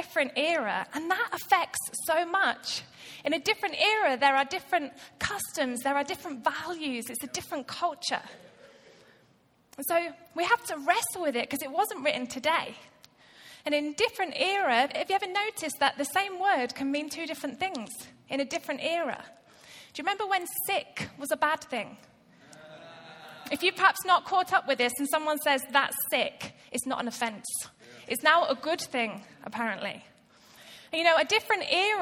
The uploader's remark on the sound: Recorded live at Life Church Lancashire on 27th January 2019.